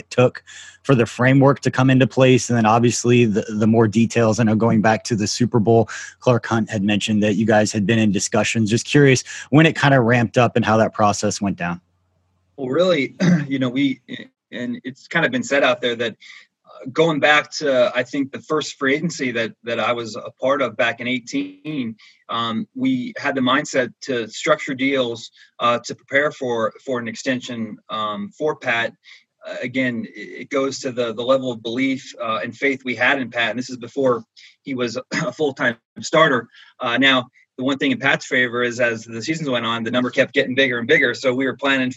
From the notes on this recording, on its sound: zoom press conference